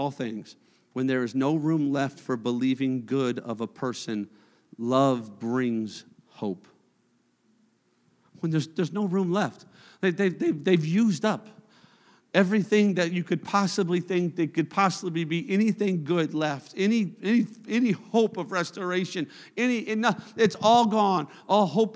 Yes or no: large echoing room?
yes